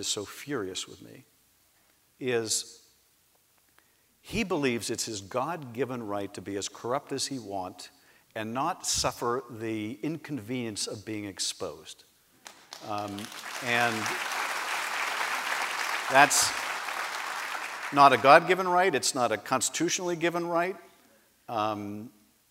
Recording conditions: live audience